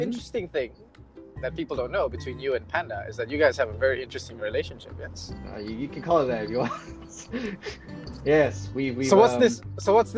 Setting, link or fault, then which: setting, inside a vehicle